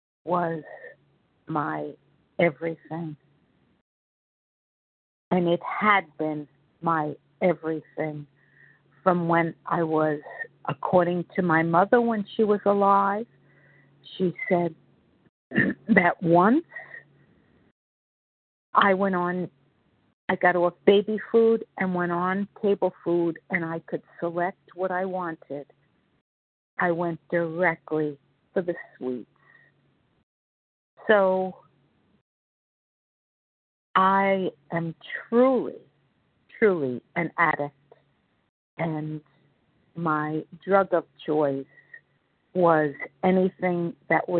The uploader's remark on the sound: 100 Pounders Phone Meeting, 2/15/24.